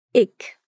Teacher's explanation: Já no Berlinerisch se diz ich, com o som de K no fim da palavra